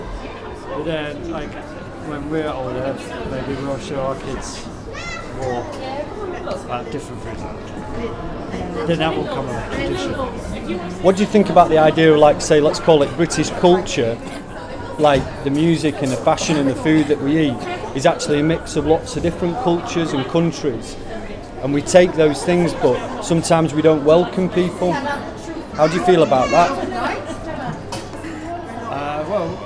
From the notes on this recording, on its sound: These are recordings of conversations with visitors to Newcastle's Discovery Museum. The 'Time Kitchen' was a pilot public engagement initiated by Tyne & Wear Archives & Museums TNT (Try New Things) programme.